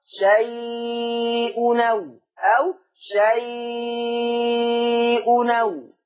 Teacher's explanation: طب ما هو النون الساكنه وراها همزه، يبقى هشيل الهمزه واخد الحركه احطها على نون التنوين، فهنقل فتحه الهمزه الى التنوين · Term: النقل